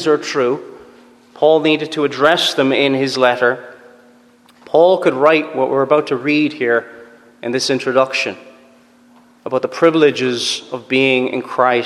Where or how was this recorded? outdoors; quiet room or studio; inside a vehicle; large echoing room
large echoing room